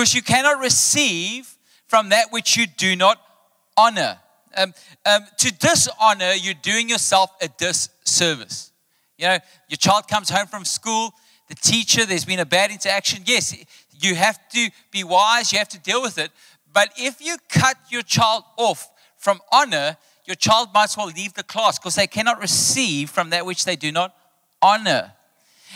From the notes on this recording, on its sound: Recorded live on Sunday 14th May the 2023